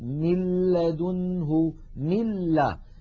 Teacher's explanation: الجزء الخيشومي وهو الغنة معدوم · Term: الإدغام